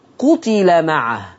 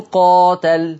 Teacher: قرأ ورش عن نافع المدني بضم القاف وكسر التاء وما فيش ألف · Shown in: first take